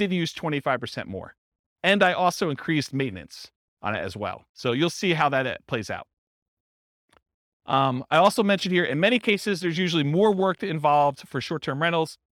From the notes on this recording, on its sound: This was a live class recorded